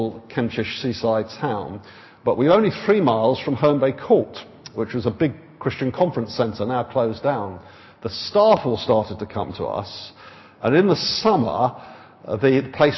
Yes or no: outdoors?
no